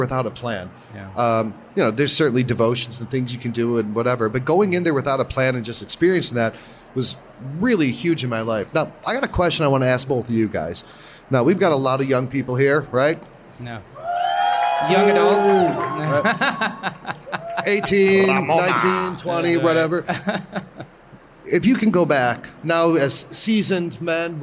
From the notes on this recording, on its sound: LIVE From SEEK 23. Recorded in front of a live audience.